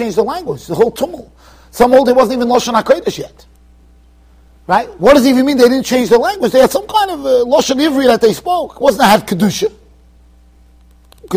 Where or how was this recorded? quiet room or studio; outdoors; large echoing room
large echoing room